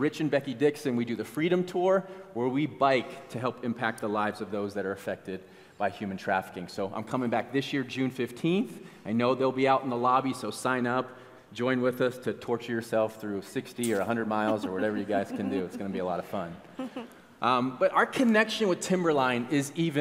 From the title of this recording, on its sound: at Timberline Church